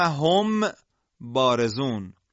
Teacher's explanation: صدای اخفا باید حالت ترکیبی بینی دهانی داشته باشه · Term: اخفاء شفوی